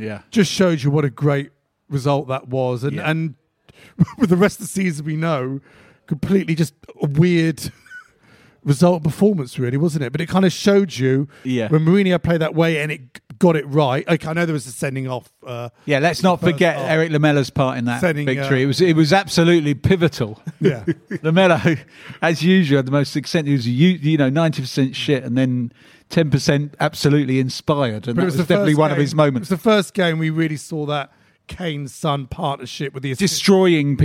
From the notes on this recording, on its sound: Joined by a live audience in N17.